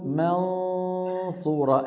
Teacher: النطق للغنة من الخيشوم، والفم مهيئ على مخرج الصاد · Term: الإخفاء